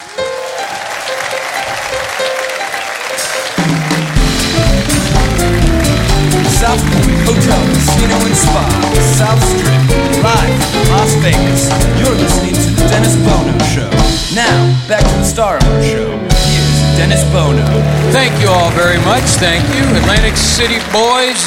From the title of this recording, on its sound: Live at the Southpoint